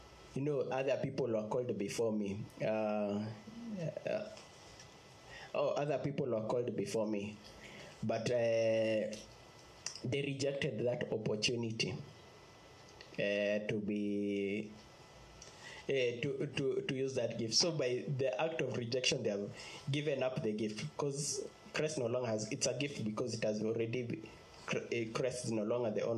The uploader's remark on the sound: Preached on 2nd August 2020 at Infinite Fellowship Ministries